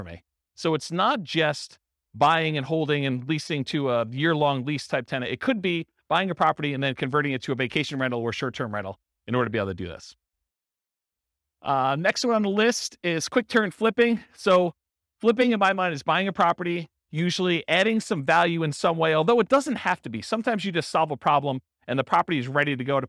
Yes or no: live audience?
yes